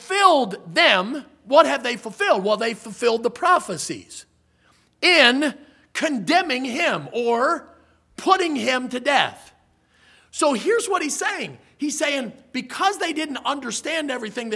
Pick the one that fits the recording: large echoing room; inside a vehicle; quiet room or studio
large echoing room